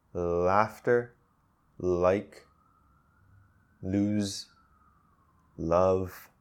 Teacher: the air is escaping around the sides of your tongue, out your mouth